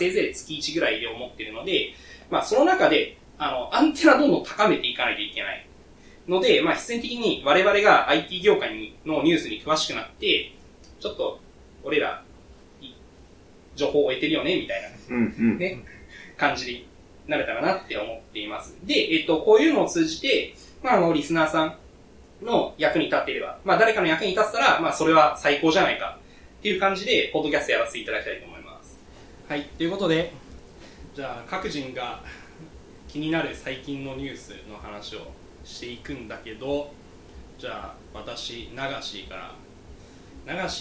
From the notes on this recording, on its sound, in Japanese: 初めての収録なのでお聞き苦しい点があるかもしれません